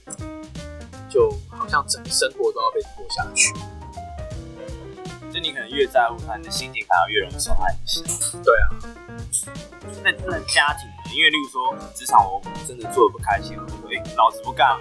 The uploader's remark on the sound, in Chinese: 本集音檔為 2019 年錄製，錄製時收錄較多環境雜音，已降噪處理加上背景音樂